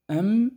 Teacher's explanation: لكن الميم يصاحبها غنة مثل النون